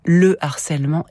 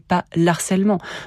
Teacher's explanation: Et enfin, on a le harcèlement et pas l'harcèlement. Le H de harcèlement est aspiré, ce qui signifie qu'on ne fait ni liaison ni élision. · Shown in: first take · Term: H aspiré